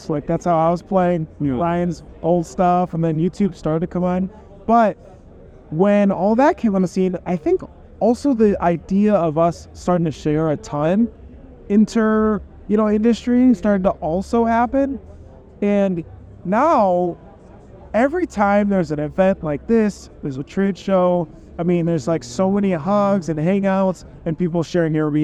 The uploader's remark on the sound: broadcast live from the sun-kissed shores of Newport Beach at the Print Hustlers Conference 2023